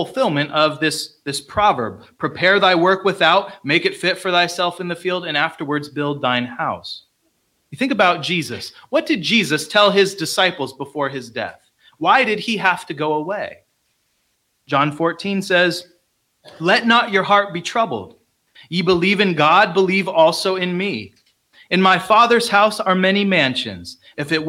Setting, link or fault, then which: setting, large echoing room